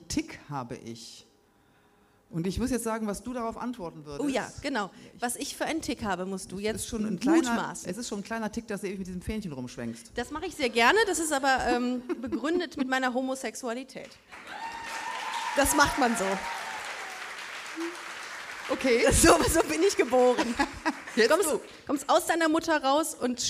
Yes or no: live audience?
yes